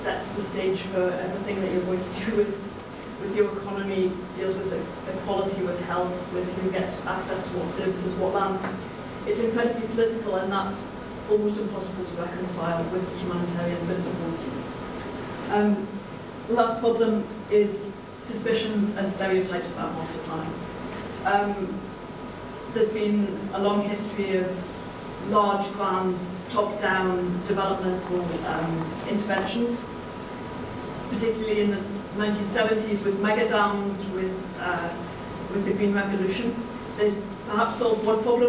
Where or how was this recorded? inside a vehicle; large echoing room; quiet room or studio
large echoing room